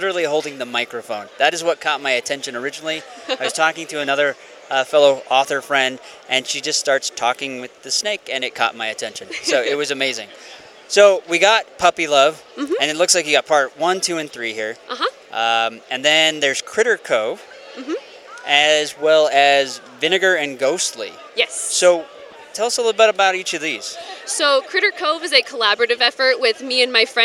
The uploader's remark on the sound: Author Interviews Live From FanX